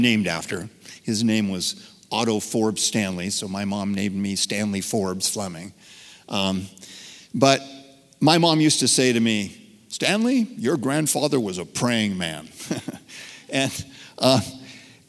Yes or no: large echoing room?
yes